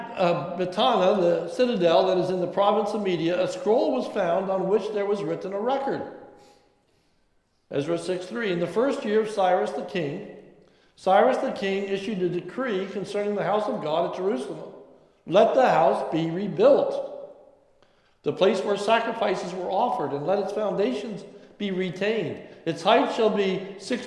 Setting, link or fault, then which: setting, large echoing room